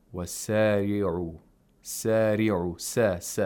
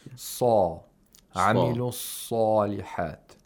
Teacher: the mouth opens horizontally when pronouncing seen with alif al-med · Shown in: first take